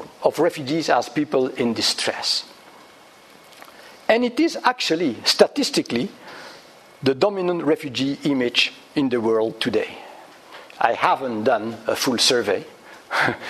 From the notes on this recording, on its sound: Public Seminar Series, Hilary term 2014. Recorded on 12 February 2014 at the Oxford Department of International Development, University of Oxford.